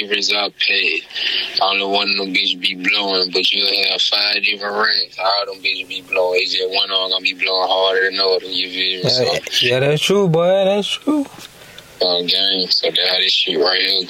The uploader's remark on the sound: phone call